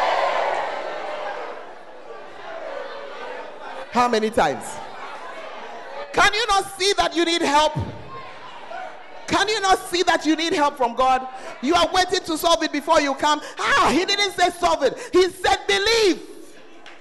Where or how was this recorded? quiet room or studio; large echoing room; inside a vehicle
large echoing room